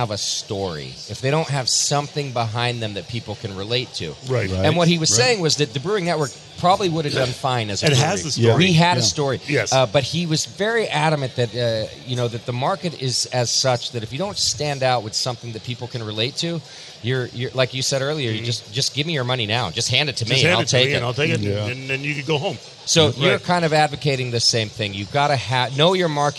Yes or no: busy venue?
yes